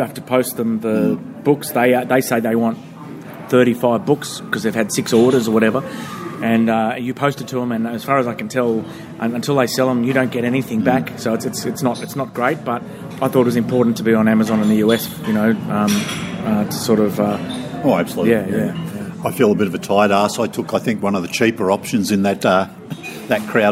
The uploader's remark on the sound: at the Hilton Hotel in Manchester (the quietest place we could find near the station)